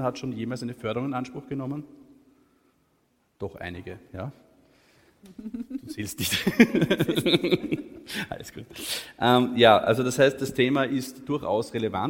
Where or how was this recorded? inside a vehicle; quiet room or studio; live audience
live audience